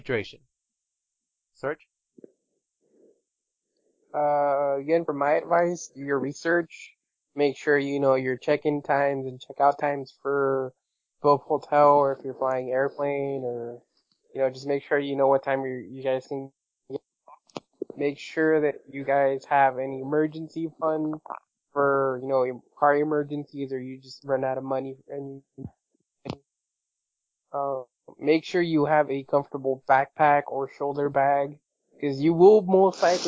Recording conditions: poor sound quality